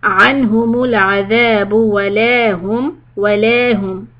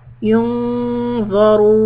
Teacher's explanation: the noon is ikhfa heavy quality keep your tongue close to the makhraj of dha